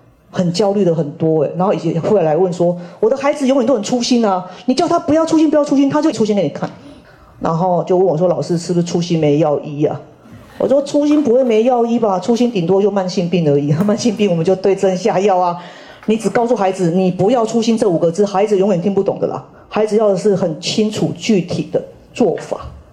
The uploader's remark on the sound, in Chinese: 人文讀書會現場錄音。